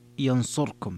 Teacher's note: ثم القراءة الأخرى قرأ أبو عمرو بخلف عن الدوري ينصركم بإسكان الراء